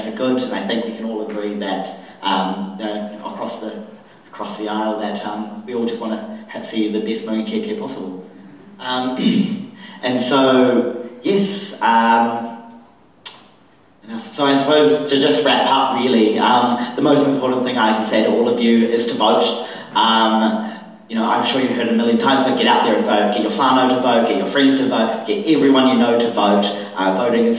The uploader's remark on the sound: 'Meet the Candidates' event at St Peter's Anglican Church. A recording of the ‘Meet the Candidates’ event that just took place on the evening of Saturday 30th September.